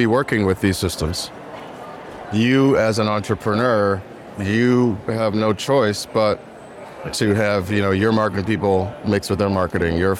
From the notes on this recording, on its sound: HLTH 2023 Las Vegas. Attends HLTH 2023 in Las Vegas with over 10,000 attendees. Episode recorded at HLTH.